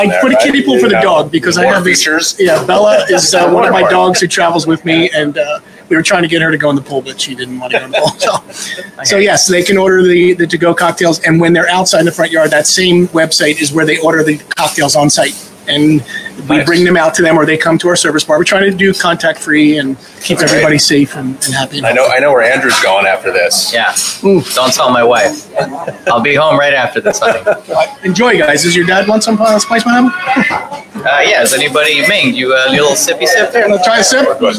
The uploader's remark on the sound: Live! from Windmill, Long Branch Distillery.